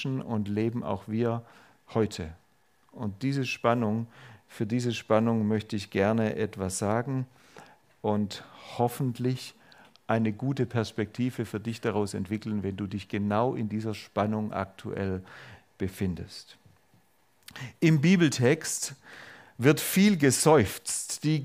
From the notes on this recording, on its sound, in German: Predigt der FeG Augsburg-Mitte. Freie evangelische Gemeinde Augsburg-Mitte. Ulrichsgasse 1-3. 86150 Augsburg.